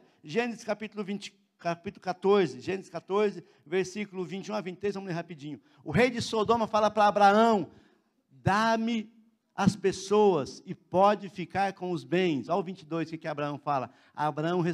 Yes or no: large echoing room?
yes